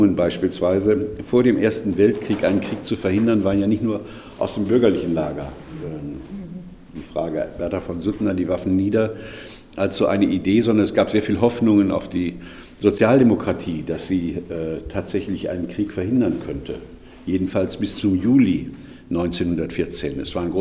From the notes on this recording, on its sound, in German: Mitschnitt der Veranstaltung von Kulturhorizonte e.V. In der Musikschule Klassika e.V.